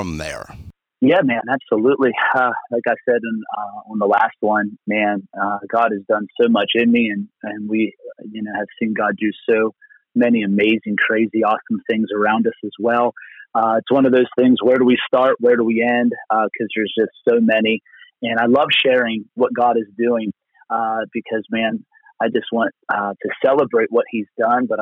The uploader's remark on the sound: Location: Phone. Location: Phone.